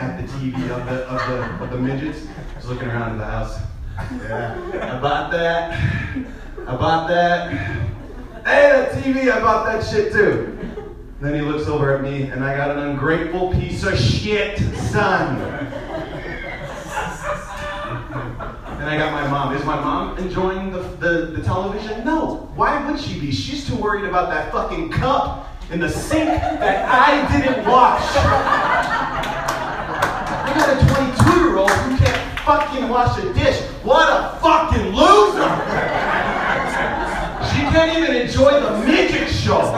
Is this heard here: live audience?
yes